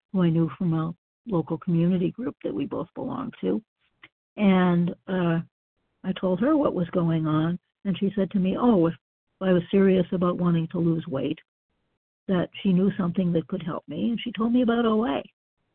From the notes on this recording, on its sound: Qualification from the 100 Pounders Phone Meeting.